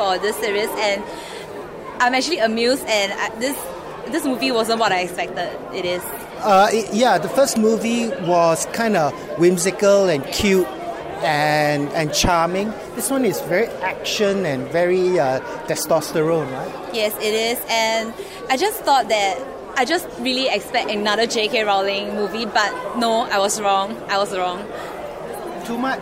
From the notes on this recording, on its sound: Outside a screening of the film last week.